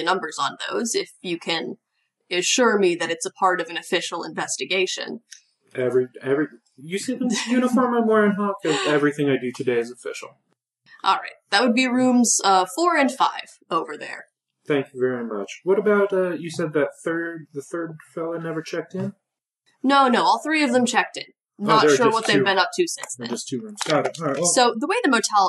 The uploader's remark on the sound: Thanks for sticking with us through some rough audio quality.